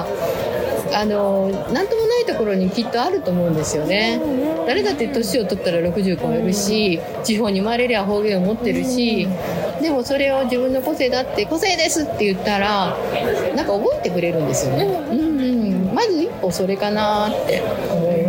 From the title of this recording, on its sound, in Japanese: 下北沢ポットキャスターによるマーケットイベントpodcast weekendにて収録